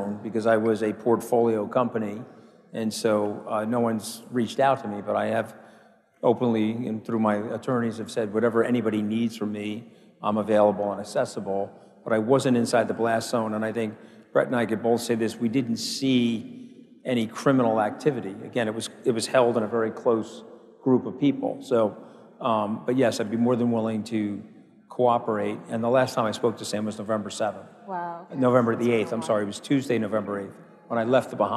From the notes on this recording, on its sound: A Consensus 2023 panel